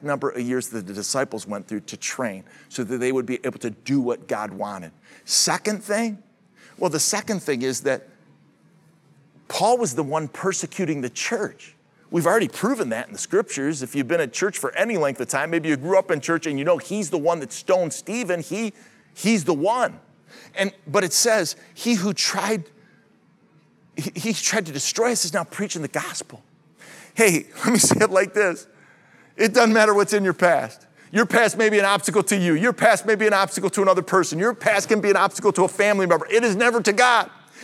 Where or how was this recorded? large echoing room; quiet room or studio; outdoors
large echoing room